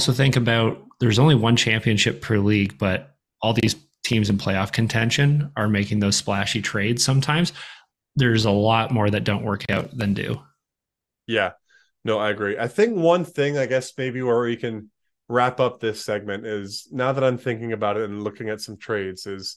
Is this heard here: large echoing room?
no